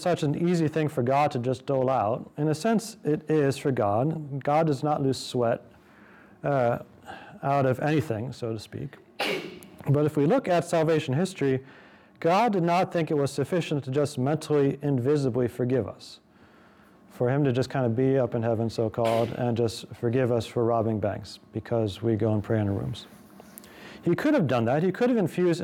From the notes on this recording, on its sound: This lecture was given on November 9th, 2023, at the University of Oregon.